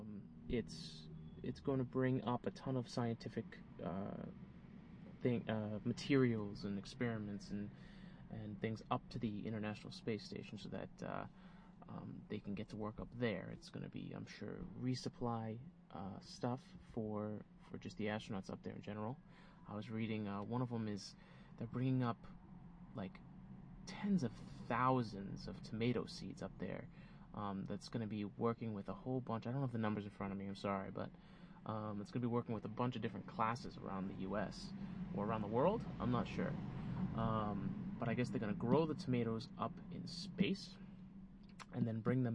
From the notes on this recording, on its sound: This is the first try at recording the podcast "ON-THE-ROAD" - using a new recording device, so I'll be working out the kinks. WARNING : There is some popping and wind distortion - be careful with your speakers or headphones. I did as much as I know post-production to minimize it.